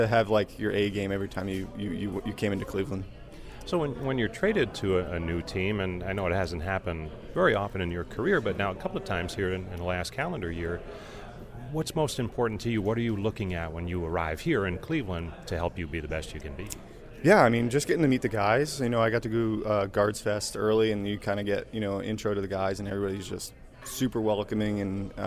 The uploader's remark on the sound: We're live from Goodyear on opening day for Cactus League play.